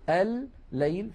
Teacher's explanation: ندغم اللام في اللام كقولنا الليل مثلا الليل، فيكون النطق بلام مشددة · Term: إدغام المتماثلين